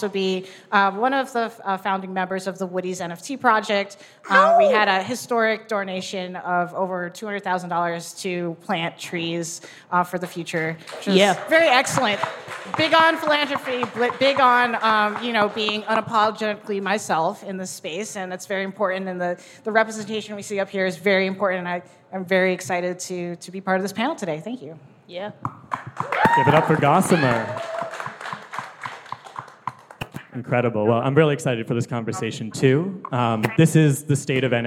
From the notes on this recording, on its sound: The State of NFTs Panel (Live from NYC).